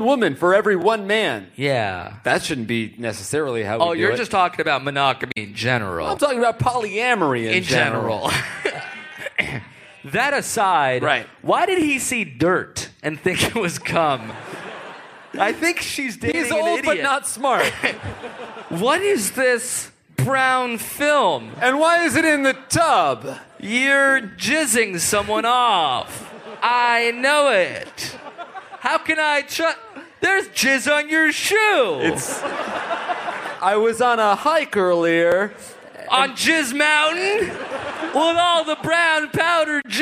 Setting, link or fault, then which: setting, live audience